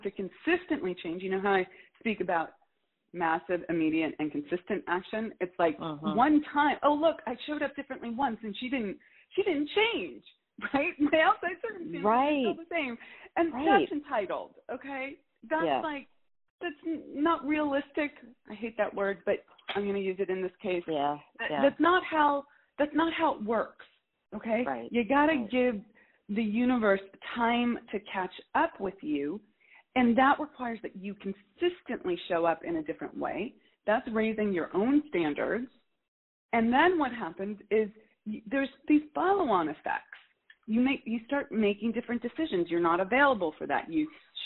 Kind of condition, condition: link, phone line